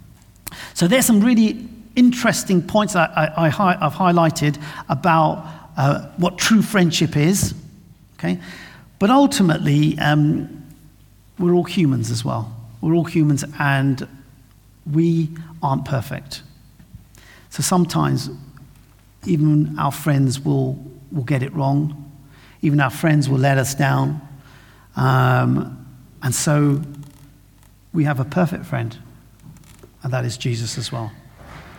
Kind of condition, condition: setting, large echoing room